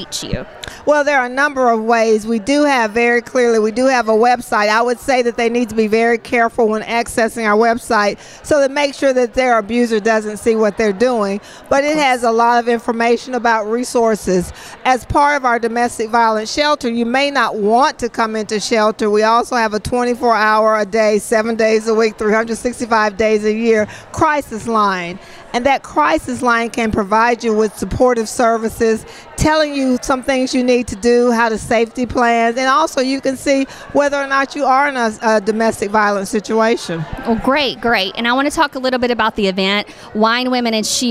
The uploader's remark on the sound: Live From The Wine, Women, And Shoes Event. Live coverage of the Wine, Women, & Shoes event in Nashville. Benefiting the YWCA.